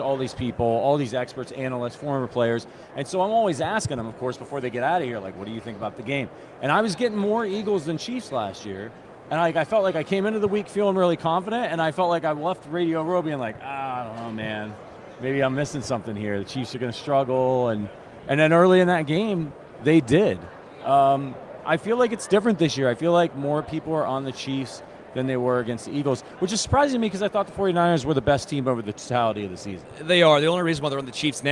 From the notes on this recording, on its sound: Live from Super Bowl LVII - Day 3.